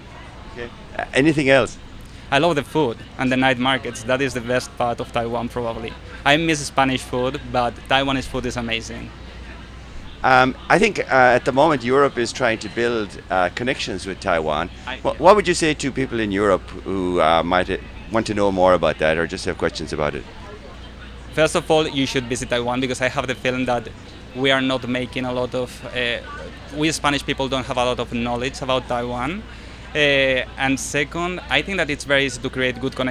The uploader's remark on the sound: We caught up with some of their representatives to find out more at the Europe Festival in Taipei. We caught up with some of their representatives to find out more at the Europe Festival in Taipei.